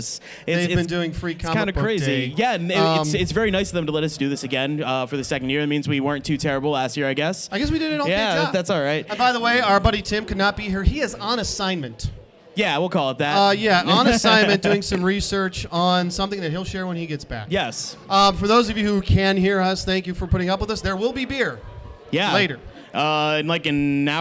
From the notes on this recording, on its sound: Live from Carol &amp; John's Comic Shop in Cleveland for FCBD 2018! Live from Carol & John's Comic Shop in Cleveland for FCBD 2018!